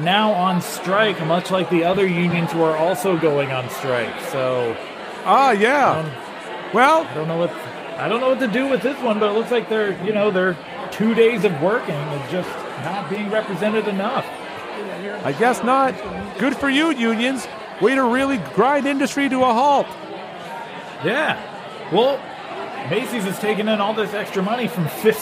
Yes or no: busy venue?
yes